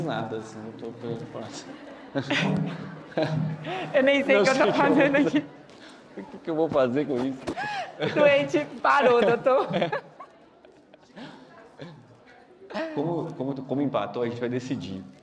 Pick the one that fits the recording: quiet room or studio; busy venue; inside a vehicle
busy venue